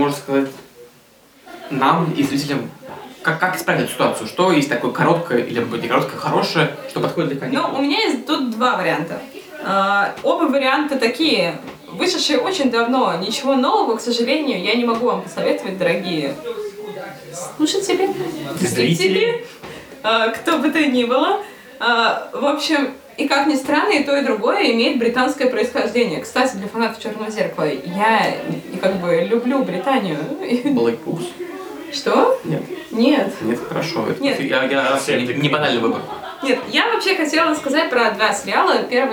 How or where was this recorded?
busy venue